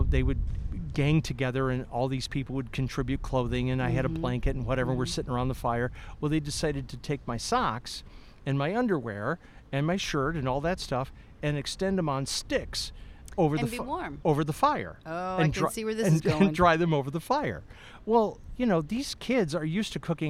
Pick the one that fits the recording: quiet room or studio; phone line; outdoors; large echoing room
outdoors